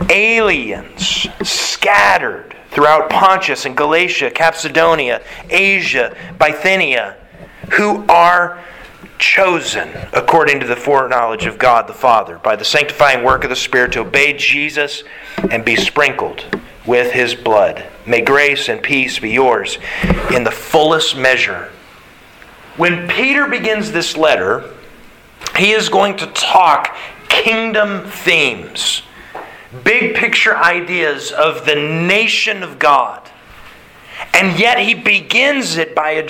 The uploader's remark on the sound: Sermon Delivered March 27th, 2022.